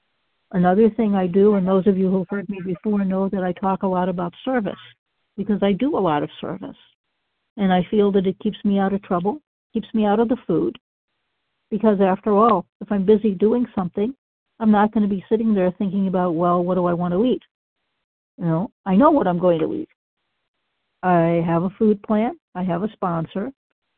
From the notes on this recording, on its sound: qualification from the 100 Pounders Phone Meeting